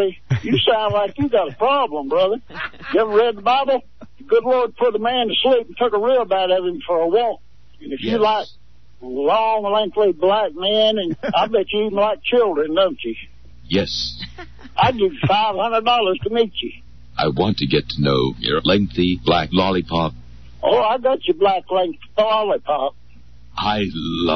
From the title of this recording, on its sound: Crank Calls